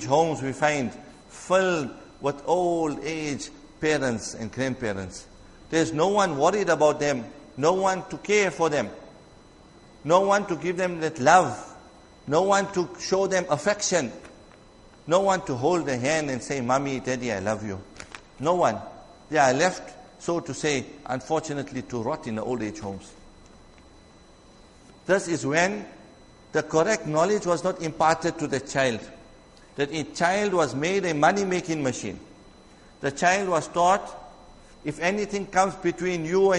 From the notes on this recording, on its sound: Jumuah lecture